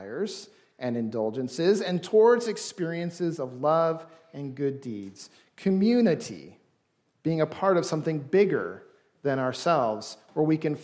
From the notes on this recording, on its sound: This service was recorded during worship